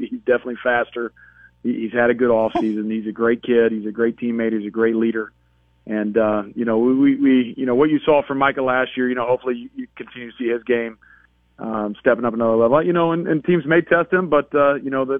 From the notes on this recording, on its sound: both call